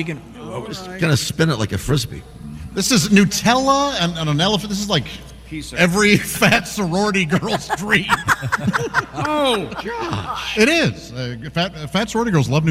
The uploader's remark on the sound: We're live from the Indiana State Fair